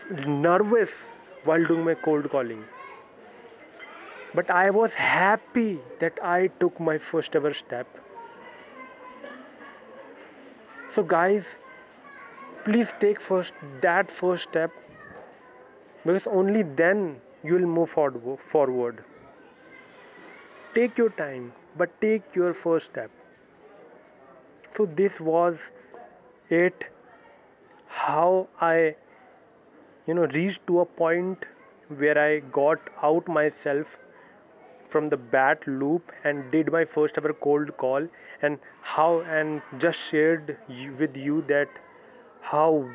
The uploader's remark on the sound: I quickly grabbed my phone and now, I am doing this